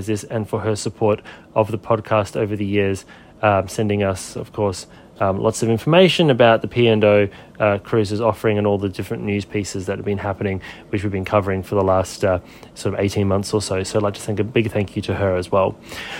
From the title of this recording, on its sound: Live from Pacific Explorer Solar Eclipse Cruise